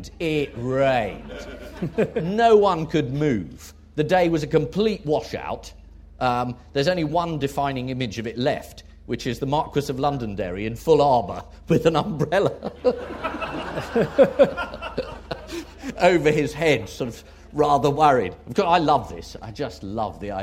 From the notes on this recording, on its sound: Recorded at Chalke Valley History Festival 2016.